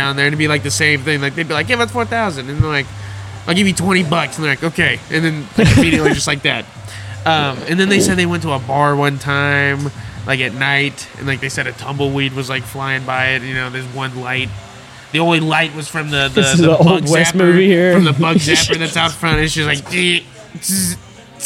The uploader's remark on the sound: LIVE FROM THE AXL BARBER SHOP!